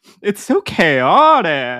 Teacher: There was a vocal fry at the end, too.